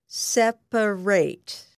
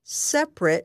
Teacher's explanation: When separate is an adjective, pronounce the last syllable of the word as ret. · Shown in: second take